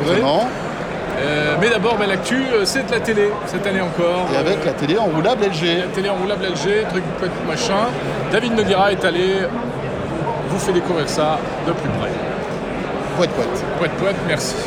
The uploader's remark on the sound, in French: Le CES 2019 de Las Vegas côté coulisses. On emmène au CES de Las Vegas. On vous raconte notre quotidien sur place, avec quelques anecdotes en live !